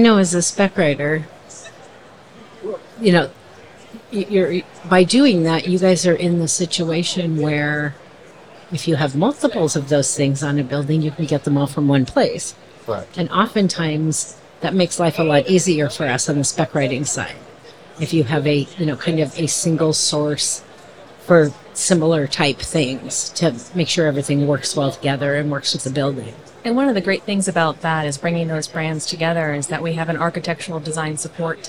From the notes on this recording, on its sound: LIVE from A'23 with Clopay. A conversation from our live podcasting event at the 2023 AIA Conference on Architecture in San Francisco, California.